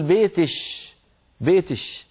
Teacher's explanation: في زمن النبوة اسمه الكشكشة، وعند قبائل أخرى اسمها الكسكسة، يعني كاف المخاطبة المؤنثة يقلبونها شينا